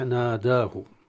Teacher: وأغلب القراء على الفتح ناداه، ولكن بالألف المرققة وليس بالألف المفخمة، لأن الألف لا تفخم في هذه الحالة.